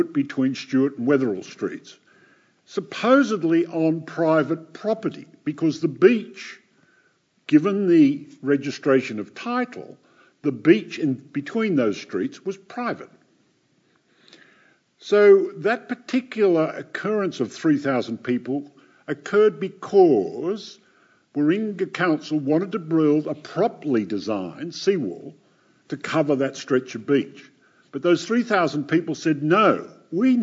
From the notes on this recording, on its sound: A live recording of the latest in our Wentworth Talks Series